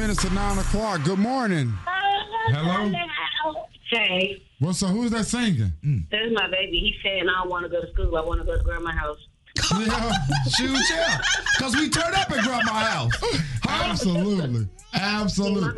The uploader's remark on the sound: Free For All Friday is when we let the listeners control the show! People called in about the best coffee additives.